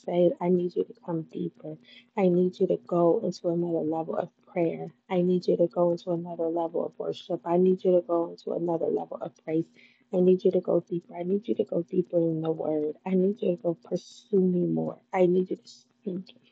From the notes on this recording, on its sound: Hey the audio is not as clear because I had on my ear phones trying to see how it would sound so please excuse all the buzzing and noises.